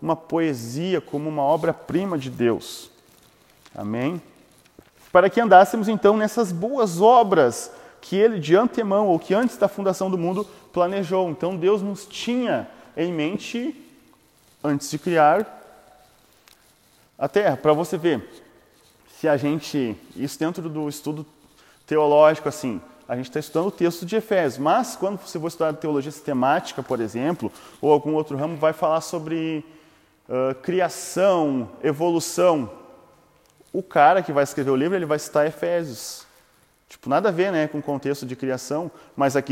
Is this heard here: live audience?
yes